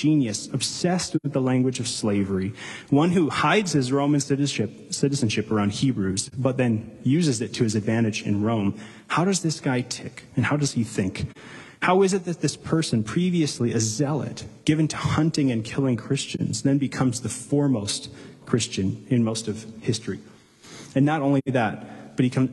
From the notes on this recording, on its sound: Delivered live, at Capital City Church in St.